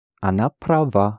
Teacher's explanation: To say she is right, again the ending will be accented.